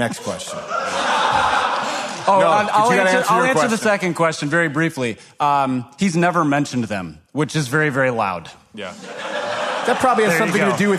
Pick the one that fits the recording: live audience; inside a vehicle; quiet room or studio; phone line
live audience